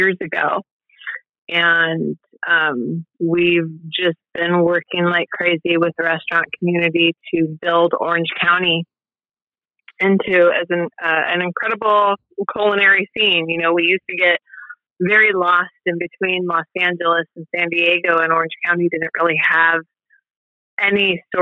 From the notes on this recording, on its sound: This is a great little episode we recorded over the phone.